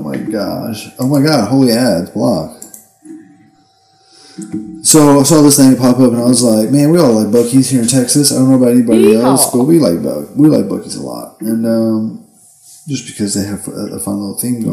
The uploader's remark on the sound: Join us as we navigate through audio issues , camera mishaps, and the wonders of that infamous smoke break.